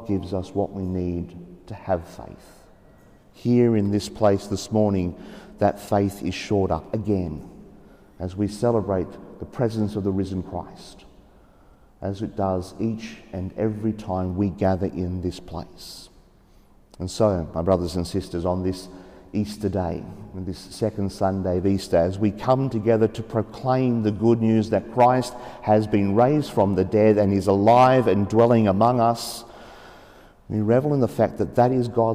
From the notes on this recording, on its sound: The homily for the 2nd Sunday of Easter (Year B) from Sacred Heart Cathedral, Hamilton.